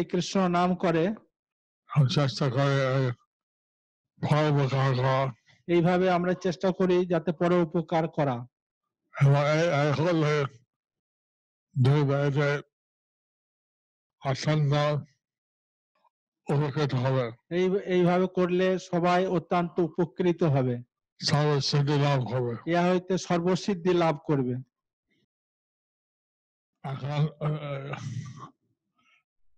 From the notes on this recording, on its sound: Zoom Session